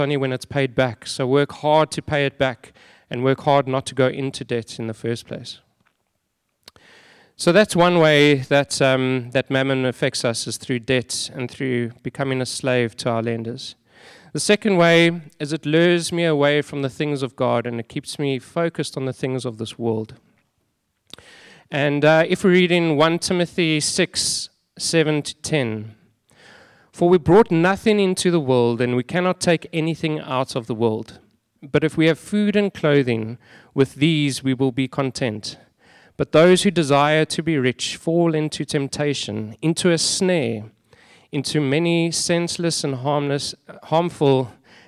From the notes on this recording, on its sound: Sunday Sermon. At Joshua Generation Church Wellington AM congregation.